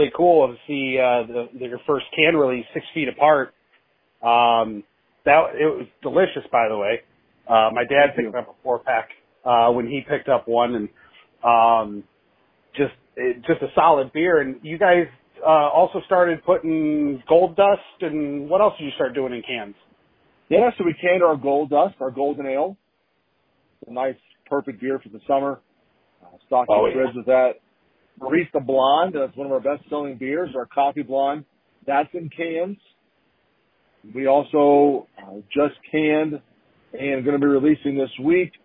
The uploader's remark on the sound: I chat via telephone